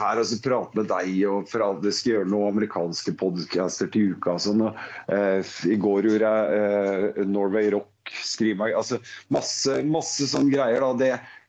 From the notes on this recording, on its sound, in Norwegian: Podcasten er innspilt via Skype.